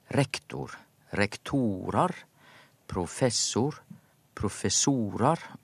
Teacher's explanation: og da flytter trykket seg når det blir flertall. Altså en latinsk uttaleregel.